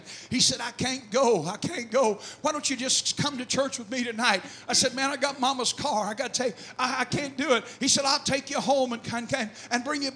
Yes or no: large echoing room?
yes